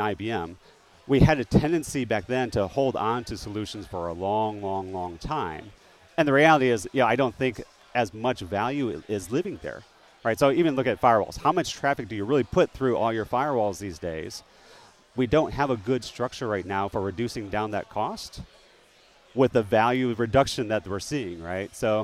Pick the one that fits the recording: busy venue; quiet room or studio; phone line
busy venue